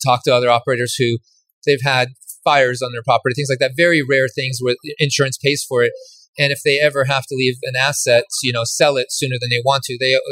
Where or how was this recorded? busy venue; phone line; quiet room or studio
busy venue